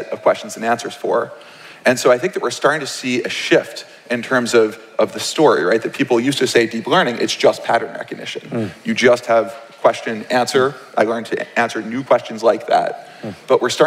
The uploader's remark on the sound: From the 2019 Startup Grind Conference